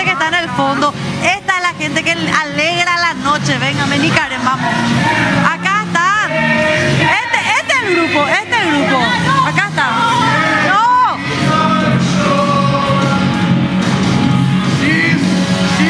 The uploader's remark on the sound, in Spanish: EN VIVO DESDE MCCARTHY'S